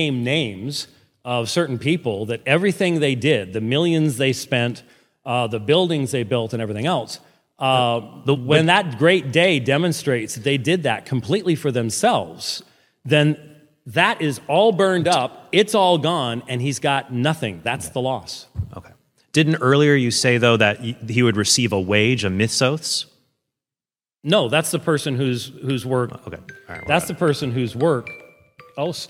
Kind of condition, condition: setting, large echoing room